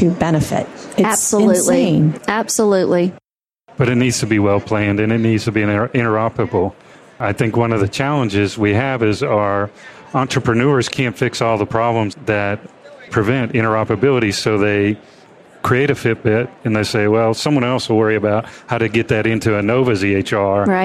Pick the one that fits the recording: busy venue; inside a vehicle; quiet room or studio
busy venue